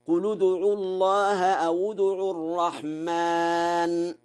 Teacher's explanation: قرأ ورش بضم لام قل وواو أو، وذلك في حالة الوصل